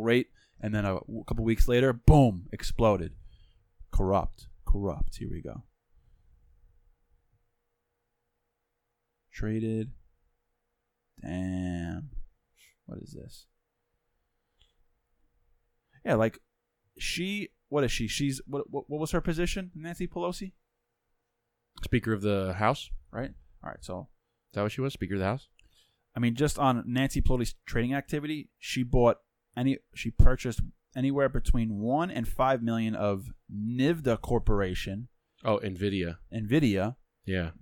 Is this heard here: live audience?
no